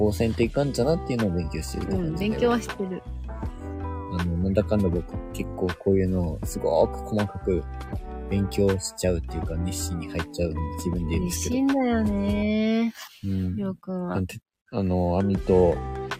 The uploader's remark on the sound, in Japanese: キャンプ場からお届けします